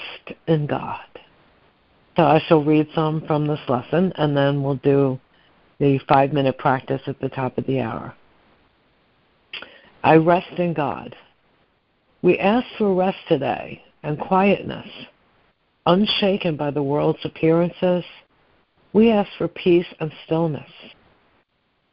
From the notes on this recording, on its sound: ACIM Daily Conference Call.